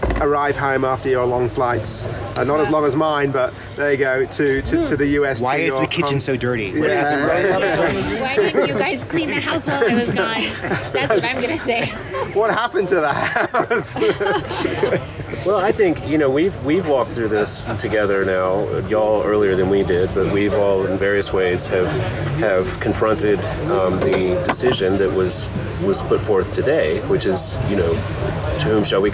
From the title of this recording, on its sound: On Location at GAFCON23 (Day 5)